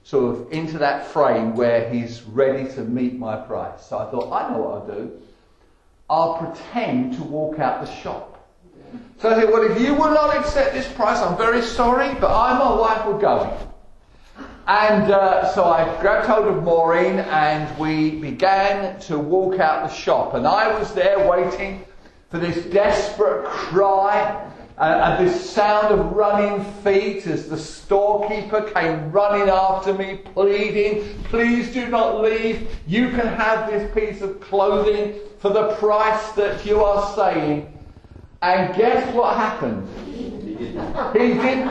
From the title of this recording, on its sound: Estuary Elim Church Rayleigh Morning Service